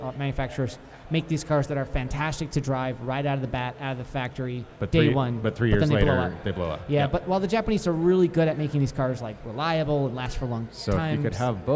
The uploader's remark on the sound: DTR Live at Absolution Brewery. A few other guests and listeners.